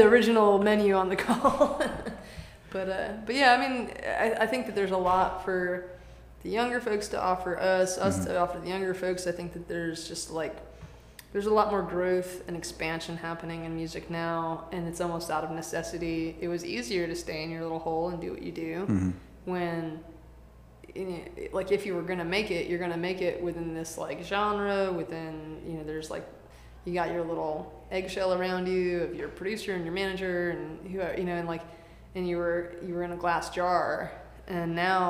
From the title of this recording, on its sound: live from the Oakhouse in Canton Ga